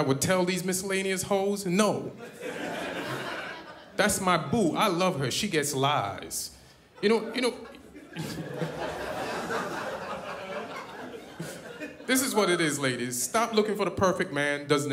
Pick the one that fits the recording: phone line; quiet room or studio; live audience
live audience